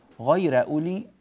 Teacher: غير أولي بفتح الراء مع ترقيقها